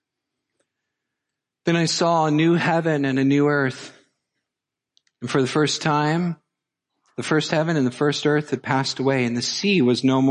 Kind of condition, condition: setting, large echoing room